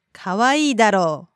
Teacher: Now, when it's used to ask for agreement from the listener, the sentence is usually said in a rising intonation. But it can be said in a flat intonation when the speaker implies that the listener should agree